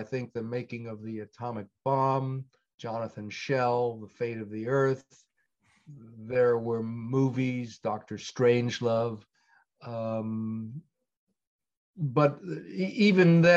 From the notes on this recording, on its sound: speaking to me via Zoom